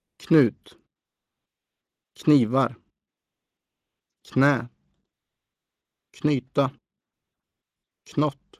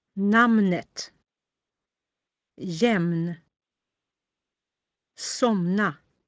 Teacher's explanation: In the following groups, both consonants are pronounced, unlike English knife, salmon, him.